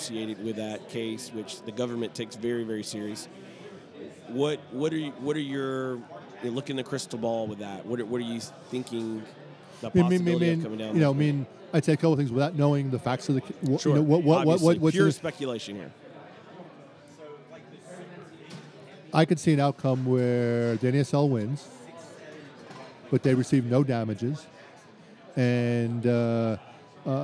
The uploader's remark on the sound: Live at the Bar of the US Soccer AGM